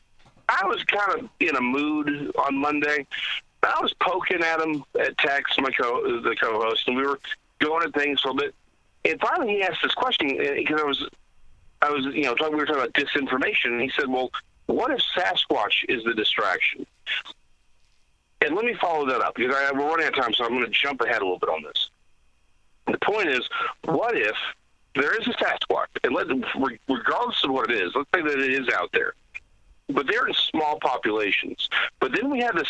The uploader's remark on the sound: on the phone